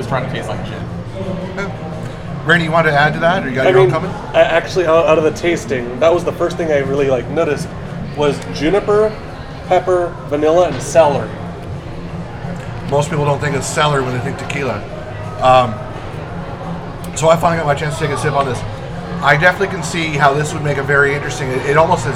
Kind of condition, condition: setting, busy venue